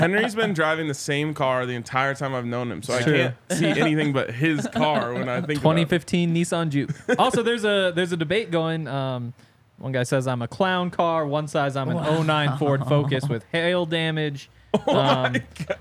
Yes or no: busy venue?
yes